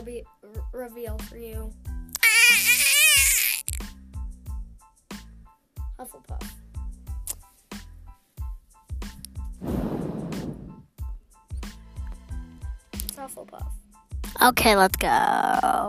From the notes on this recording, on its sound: Sorry for background noise.